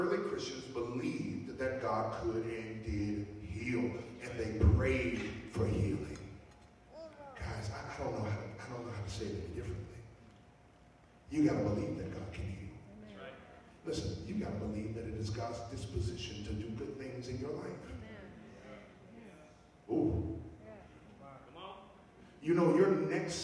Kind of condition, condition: fault, poor sound quality